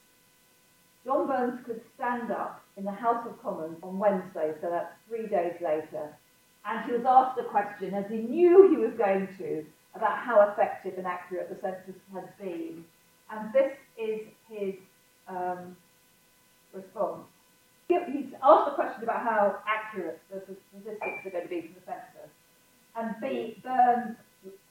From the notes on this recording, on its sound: We apologise for the poor sound quality of this live recording. This talk was part of The National Archives' Diversity Week.